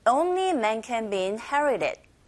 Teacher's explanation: 자, be 동사 자체도 belongs to function word, 기능어인지라 이 be라는 소리와 뒤에 나오는 in과 연결되어져서 can be inherited 이렇게 들려요